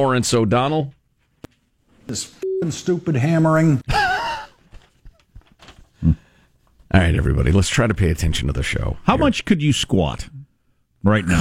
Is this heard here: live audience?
no